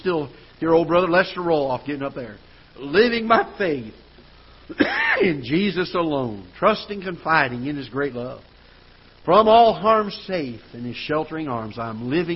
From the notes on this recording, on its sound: Ketha Heights Baptist Church ~ Live Broadcast.